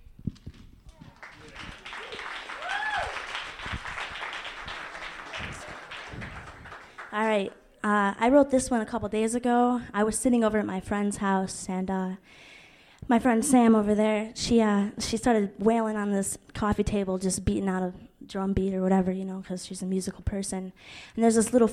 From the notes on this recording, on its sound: Part 1 of the Kzoo Poetry Slam from February 2000 includes the open-mic